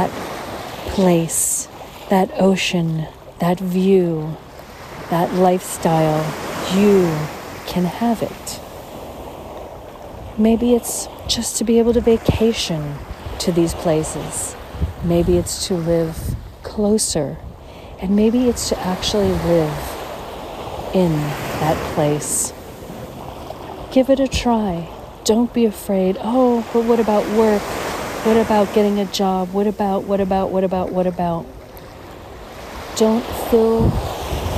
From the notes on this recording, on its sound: On Location Walk and Talk. Isla Catalina, Dominican Republic.